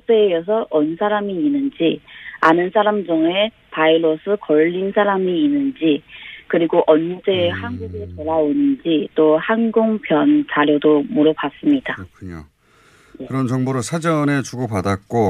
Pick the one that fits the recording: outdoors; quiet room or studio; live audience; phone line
phone line